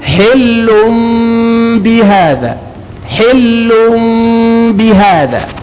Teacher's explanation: كأنك تريد أن تقول حلم بالميم لكن الميم مخفى · Term: الإقلاب